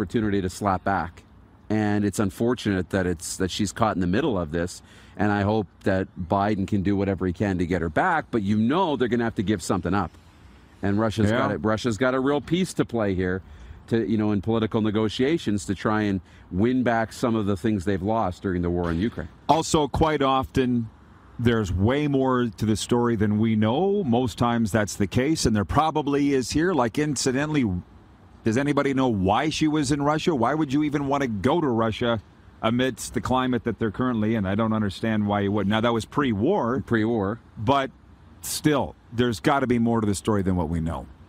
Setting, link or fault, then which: setting, busy venue